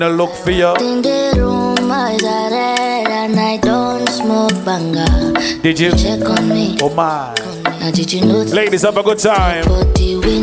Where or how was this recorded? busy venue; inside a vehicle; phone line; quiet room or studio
busy venue